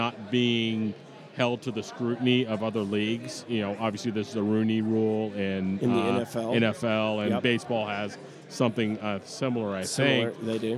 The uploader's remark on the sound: Live at the Bar of the US Soccer AGM